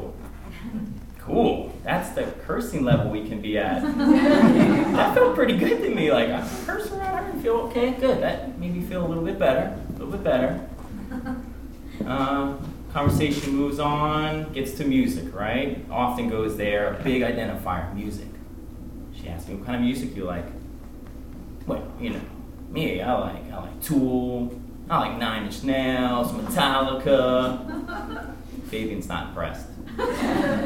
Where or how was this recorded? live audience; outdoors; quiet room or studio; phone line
live audience